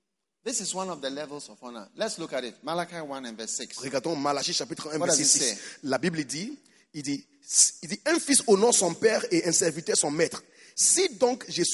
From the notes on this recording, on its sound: Preached at the Give Thyself Wholly Conference, August 2022, Mampong-Ghana.